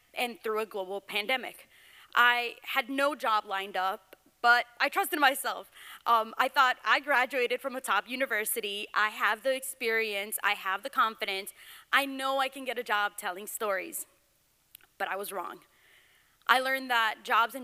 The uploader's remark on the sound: Instead of an interview, you’ll be hearing stories recorded live at the Voices of Lake County spring showcase.